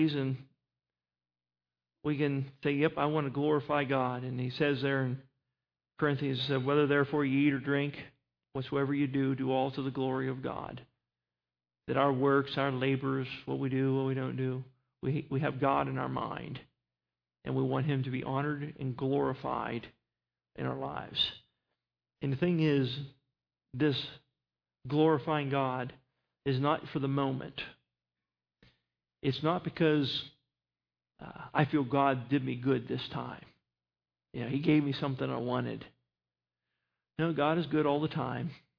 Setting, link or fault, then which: setting, large echoing room